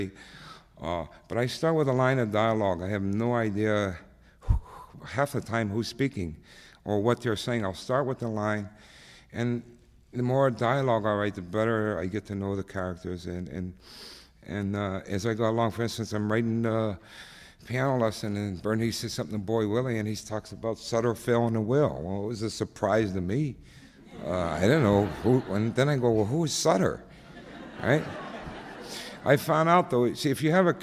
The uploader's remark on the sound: With a Poetry Center appearance. Participates in an extended audience Q & A.